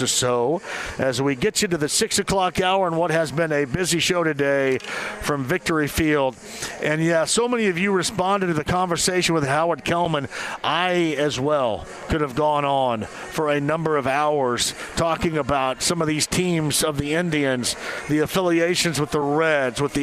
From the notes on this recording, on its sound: Live From Victory Field!